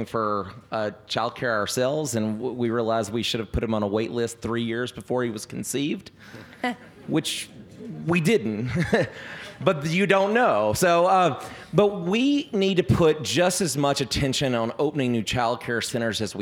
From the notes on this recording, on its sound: Seven candidates took part in the forum, which was held at the Honey Alexander Center in front of a live audience.